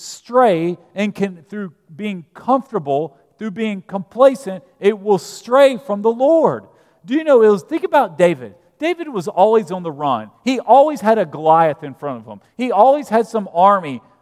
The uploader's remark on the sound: at Broadway Baptist Church, Lexington, Kentucky